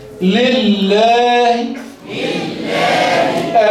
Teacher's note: خلي الهاء قليلة جدا ما تخليهاش تمد